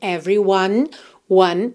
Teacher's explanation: Atenção que a gente não costuma pronunciar esse E do meio aí dessa palavra, tá? Então, você pensa em every, do V direto pro R. Everyone, one, também termina no N, o E final não é pronunciado.